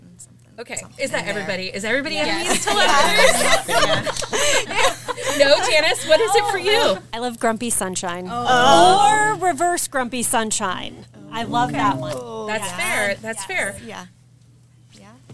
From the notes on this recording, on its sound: live from the Barnes and Noble in Maumee, Ohio for Heating Up the Holidays Event.